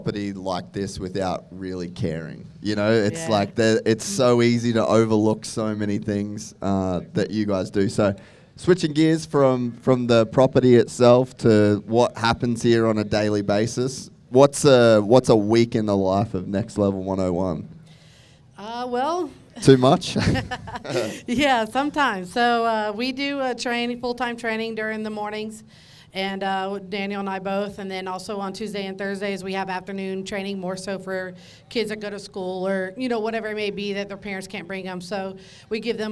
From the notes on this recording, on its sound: go live from the 2023 Vurb Classic at NxtLvl101